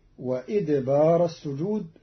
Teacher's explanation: قرأ قالون كلمة وأدبار بكسر الهمزة فتصير وإدبار السجود على أنه مصدر أدبر.